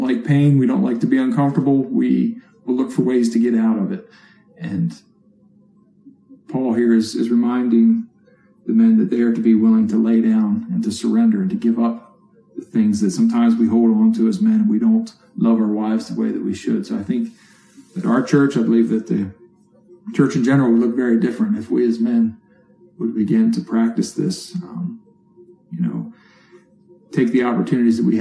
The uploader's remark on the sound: Therefore our weekly sermon was recorded and presented as an online video. You may notice a change in audio quality compared to normal weeks.